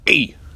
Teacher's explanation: Normally it would say E, but lowering your pitch and adding a bit of gruff to it, E is what it would sound like.